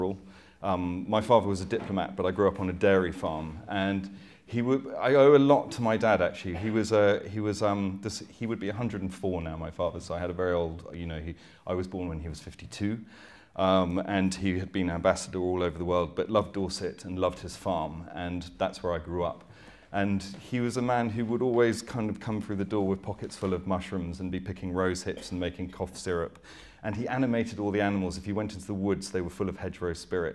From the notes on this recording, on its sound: Chat in front of a live audience at The Good Life Experience.